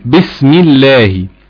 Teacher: طيب بالنسبة لمثال الترقيق زي بسم الله، هنا هنلاقي لفظ الله قبل منه الميم مكسورة، يبقى حكم لام لفظ الجلالة الترقيق